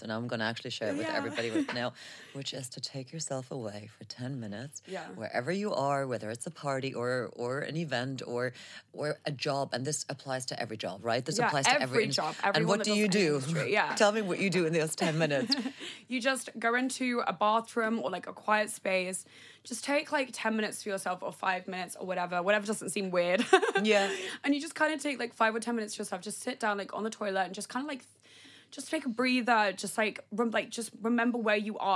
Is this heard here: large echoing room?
no